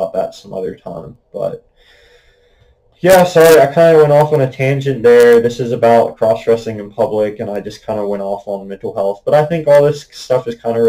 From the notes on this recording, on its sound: I would like to apologize for the messy audio quality, I am still figuring out the proper way to use my new microphone